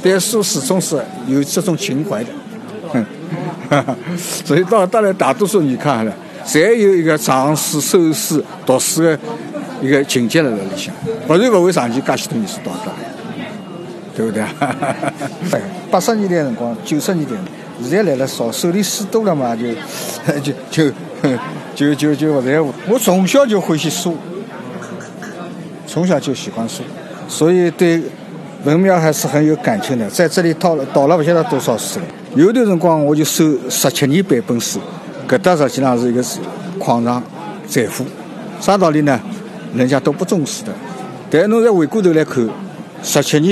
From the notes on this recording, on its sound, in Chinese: 文庙旧书市集。我去了一次文庙旧书市，录了现场的声音，采访了书友，也记录了现场的议论。